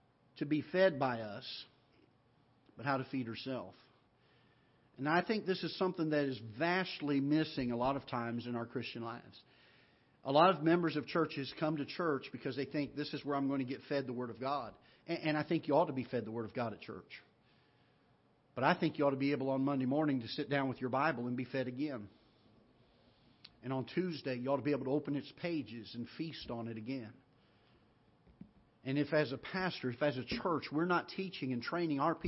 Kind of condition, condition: setting, large echoing room